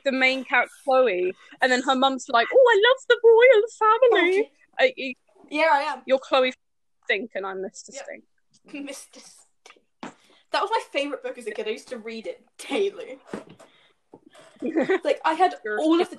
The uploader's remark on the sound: TECHNICAL DIFFICULTIES!! Yes, everyone mics messed up today.